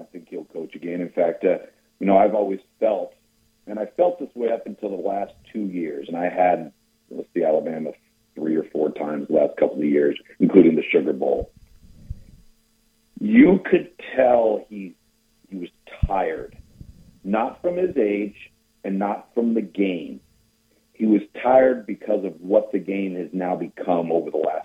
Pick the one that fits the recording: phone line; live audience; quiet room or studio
phone line